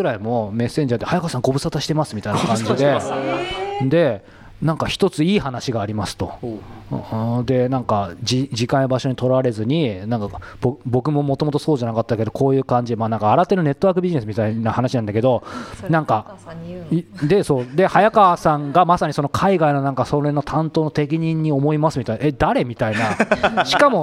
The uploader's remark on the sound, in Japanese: 初の公開収録。公開収録の模様。